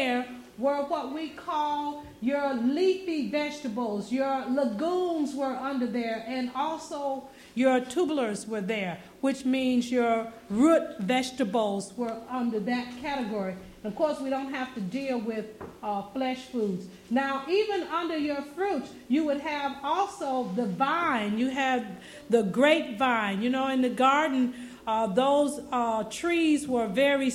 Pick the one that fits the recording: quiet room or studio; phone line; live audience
live audience